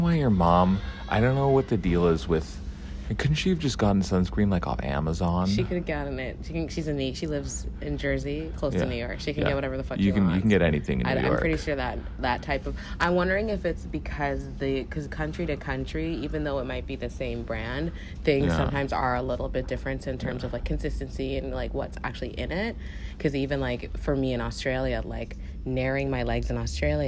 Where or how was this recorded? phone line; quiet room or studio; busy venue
busy venue